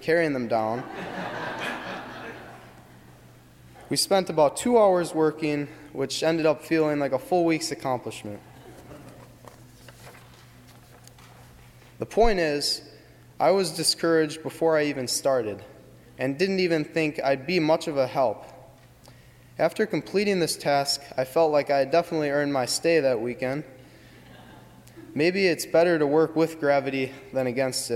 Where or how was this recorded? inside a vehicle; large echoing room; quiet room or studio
large echoing room